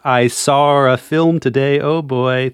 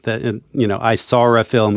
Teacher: getting that R sound in the middle of the two vowels · Term: intrusive R